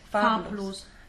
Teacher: you notice that farblos, the B is unvoiced